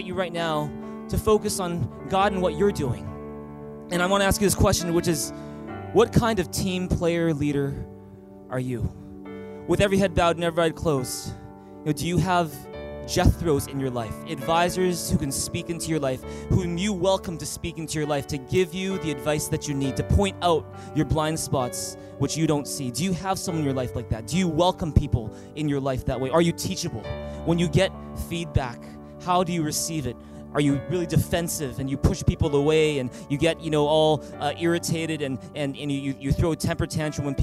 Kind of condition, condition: setting, large echoing room